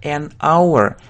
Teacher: Здесь начинается на согласную «h», как бы, но она не произносится. Поэтому здесь будет именно «an hour», потому что смотрим с вами на произношение «our», звук «our», «our» — это согласный звук, поэтому «an hour», только так, «an hour», «час», «an hour», то же самое и здесь.